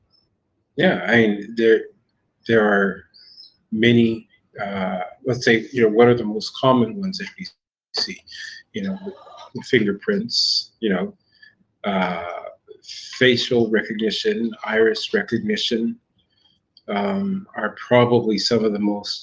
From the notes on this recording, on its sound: Recording of the Fireside talk which took place in Humanode telegram voice chat on 18th of May, 2022.